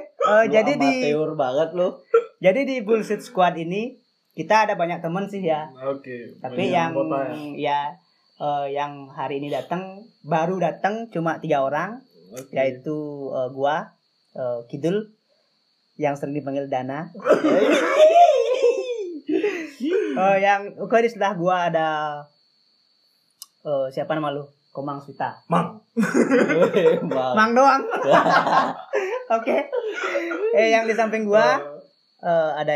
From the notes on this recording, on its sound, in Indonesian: Mohon maaf atas kualitas audio kami yang ngawur, namanya juga perdana.